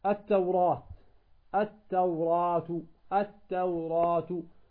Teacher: كم نمد الألف هنا إذا وصلنا؟ نمدها بمقدار حركتين · Term: المد طبيعي